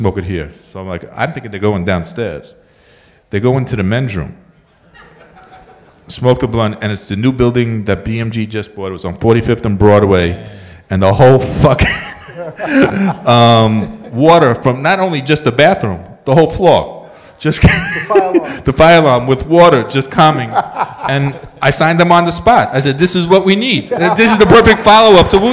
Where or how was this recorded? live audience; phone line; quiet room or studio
live audience